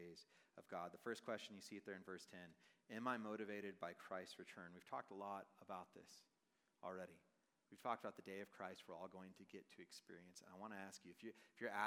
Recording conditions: live audience